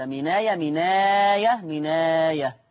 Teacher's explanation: هنشيل الهمزة وناخد الفتحة نحطها على الحرف الساكن اللي قبلها فتصير من آية، ولا ننسى أن فيها بدل فيصير هذا نقل مع ثلاثة البدل 2 و4 و6 مناية مناية مناية.